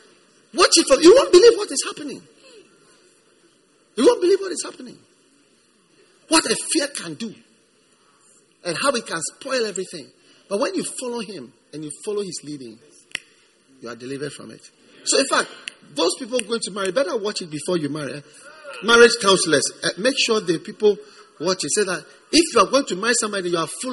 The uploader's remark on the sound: Preached at the First Love Gathering Service.